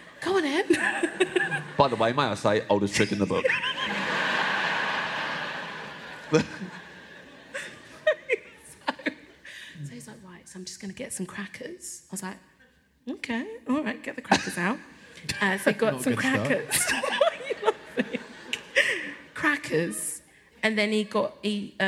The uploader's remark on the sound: Recorded by Matt Mountford-Lister for Storm Productions Group live at the Bristol Hippodrome.